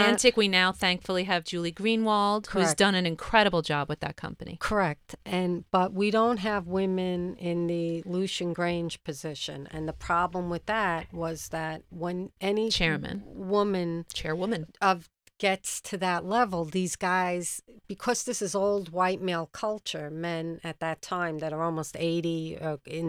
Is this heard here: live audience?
no